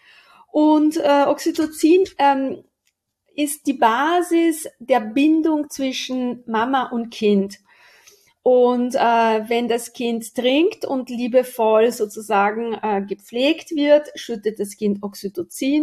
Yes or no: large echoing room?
no